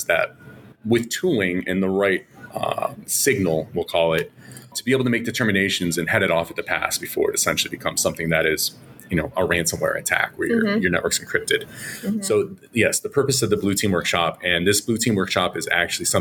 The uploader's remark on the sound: We're at the TribalNet Conference & Tradeshow